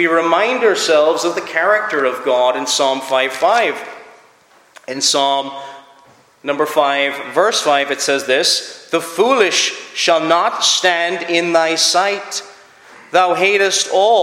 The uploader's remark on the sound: Preached at Clare Reformed Presbyterian Church